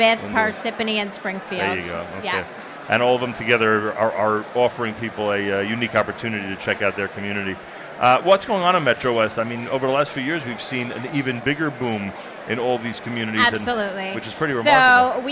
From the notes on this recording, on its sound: NSN Broadcasts Live from the 6th Annual OU Jewish Communities Home & Job Relocation Fair.